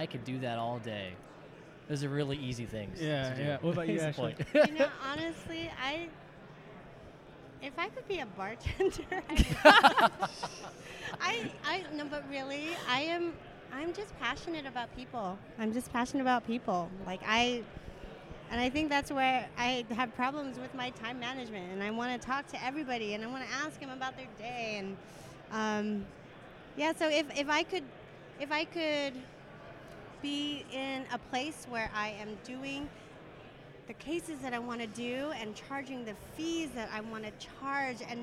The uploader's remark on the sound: we recorded this episode LIVE from Voices of Dentistry